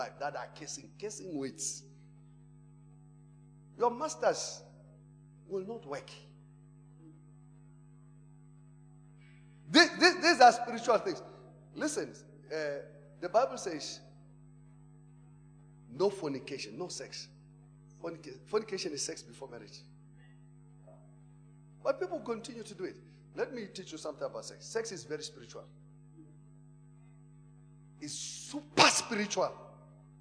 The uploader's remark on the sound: Preached at Emmanuel Christian Church, Arcadia Campus (Proton Church).